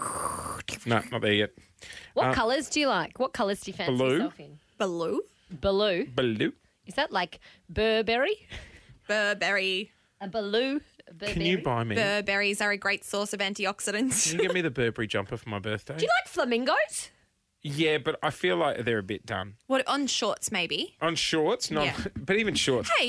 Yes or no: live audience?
no